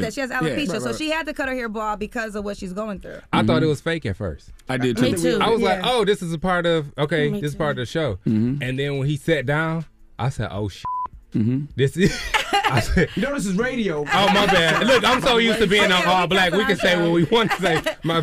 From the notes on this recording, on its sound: opened up the phone lines to see what our listeners think